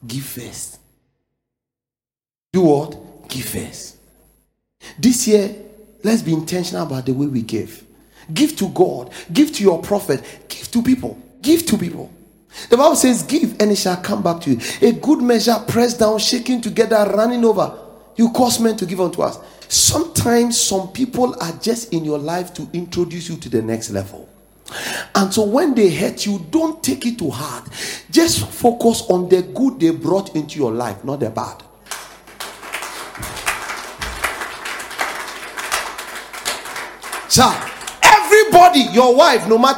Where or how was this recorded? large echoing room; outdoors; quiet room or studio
large echoing room